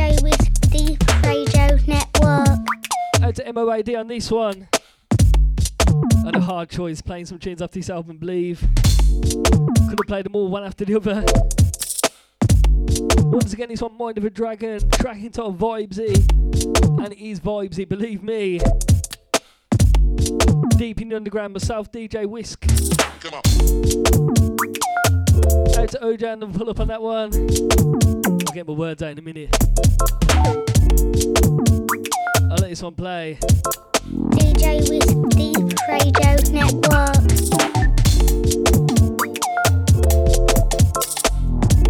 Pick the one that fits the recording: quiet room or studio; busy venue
busy venue